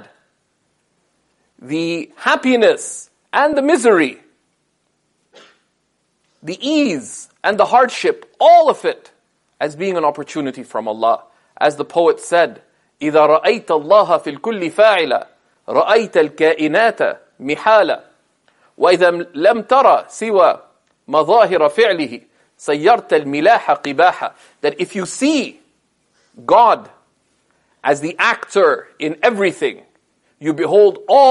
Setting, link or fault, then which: setting, large echoing room